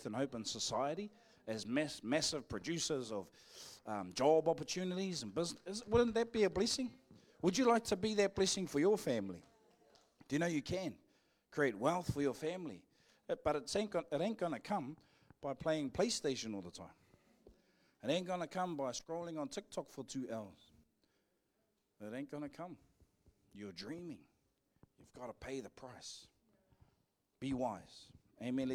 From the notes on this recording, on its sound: Live from IwiTapu Destiny Church Hawkes Bay